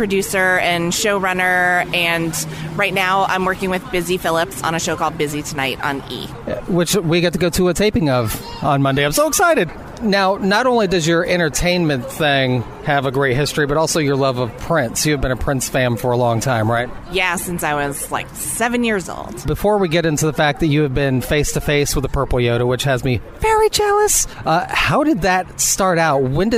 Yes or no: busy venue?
yes